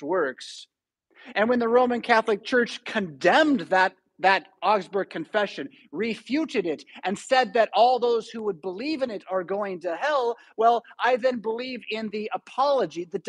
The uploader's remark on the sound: Preached at St Paul Lutheran Church , Rockford, Illinois on October 30, 2022.